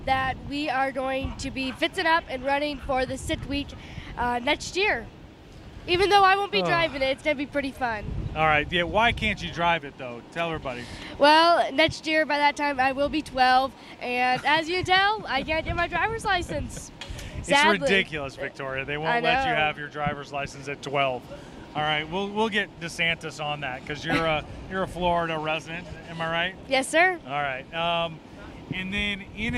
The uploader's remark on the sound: Live at The World Series of Pro Mod, Bradenton Motorsports Park.